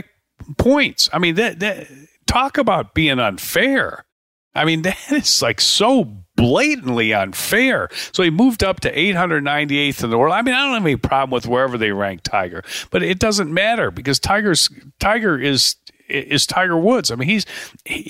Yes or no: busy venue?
no